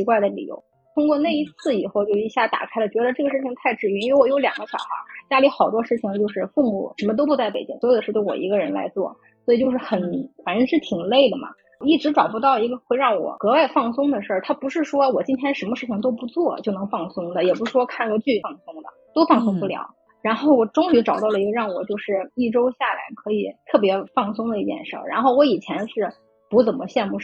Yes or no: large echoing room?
no